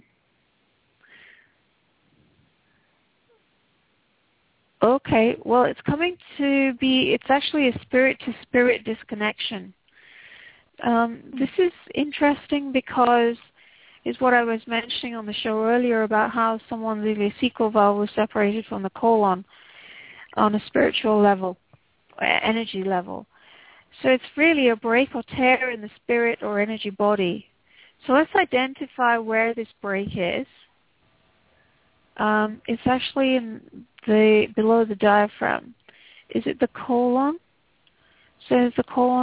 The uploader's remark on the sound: Takes your calls for healing live today!